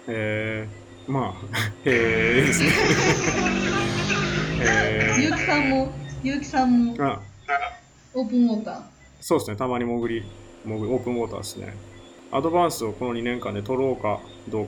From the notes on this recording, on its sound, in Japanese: 音質が不安定です、ごめんなさい。